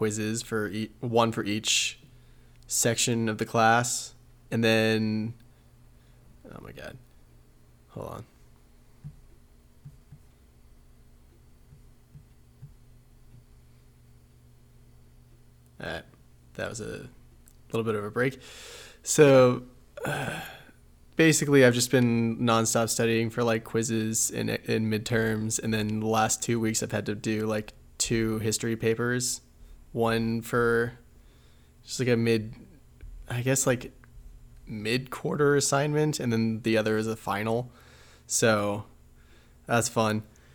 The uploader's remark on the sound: pardon the humming and some audio peaks